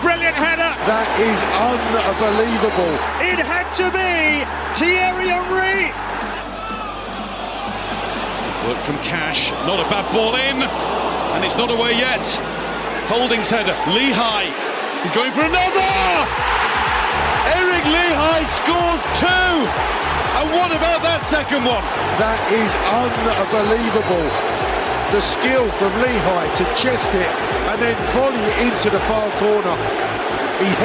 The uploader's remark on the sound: From the rooftop garden of Barasti